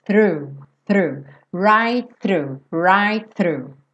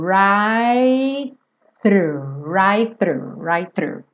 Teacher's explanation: ao invés de você fazer o T onde você faz normalmente, mais dentro da boca, você já chega a língua um pouquinho mais para fora para poder fazer o do through